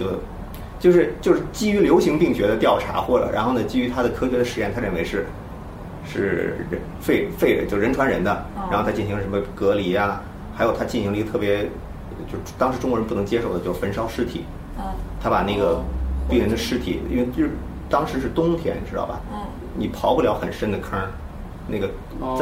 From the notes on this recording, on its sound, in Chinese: 本期节目为在张大妈办公区用录音笔录制，可能有街道上的杂音，请见谅。